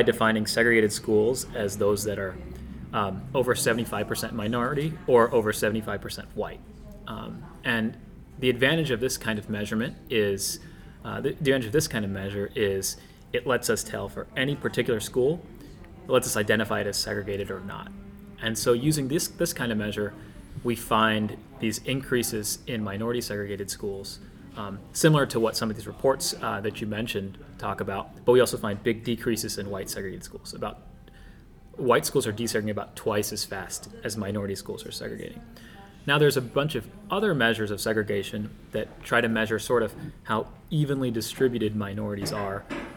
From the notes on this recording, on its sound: during a break in the National Bureau of Education Research conference in Cambridge, Mass.